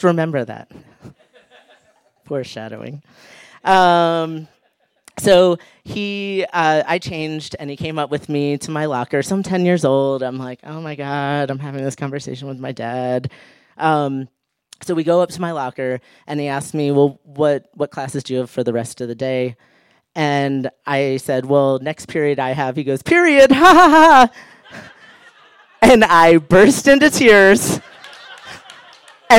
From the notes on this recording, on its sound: recorded live on 11 April 2017 at Buntport Theater in Denver, Colorado